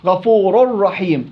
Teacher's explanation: يرتفع اللسان فيه ارتفاع واحد عند الإضغام